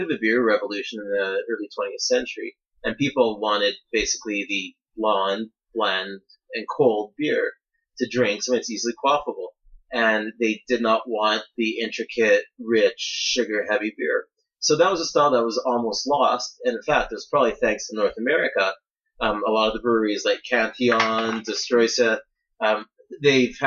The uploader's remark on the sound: Apologies for the audio quality, as we are just transitioning studios